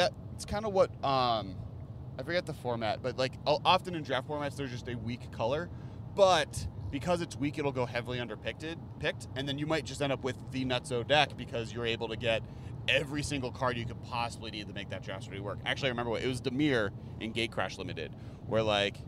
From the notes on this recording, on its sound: While driving back home through the desert between GP Las Vegas and Los Angeles.